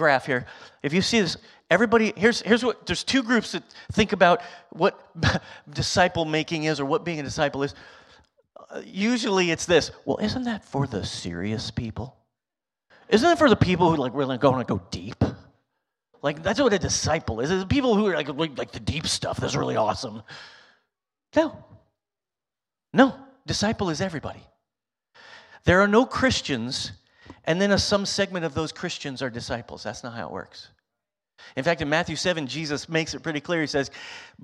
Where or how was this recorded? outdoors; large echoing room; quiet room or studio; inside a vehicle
large echoing room